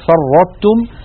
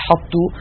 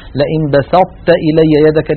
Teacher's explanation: إدغام الطاء في التاء إدغاما ناقصا لبقاء صفة الإطباق منها ظاهرة، فيطبق القارئ طرف لسانه على طاء ساكنة من غير قلقلة، انتبهوا إلى هذا القيد، ويباعده عن تاء مضمومة. · Term: الإدغام الناقص